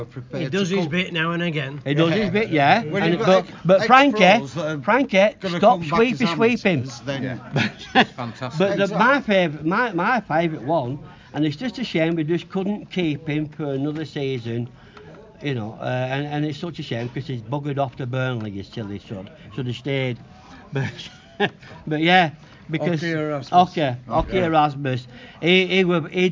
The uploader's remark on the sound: records a special podcast at half time versus Littleborough with many a supporter